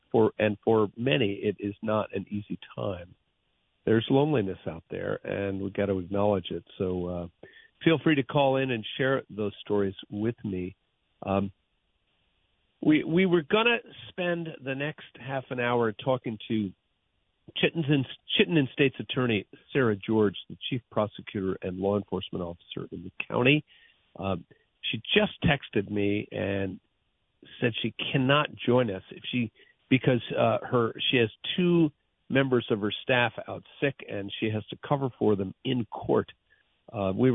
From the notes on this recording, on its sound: Listener Phone Calls. Takes calls from his listeners.